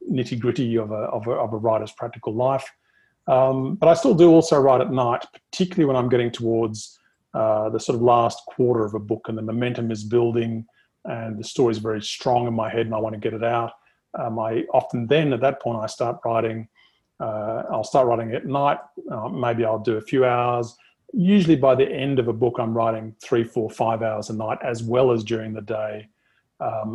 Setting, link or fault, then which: link, video call